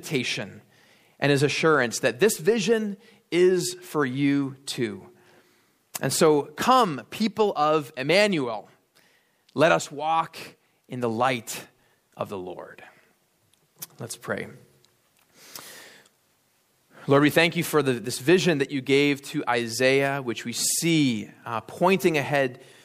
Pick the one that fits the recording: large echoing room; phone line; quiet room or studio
large echoing room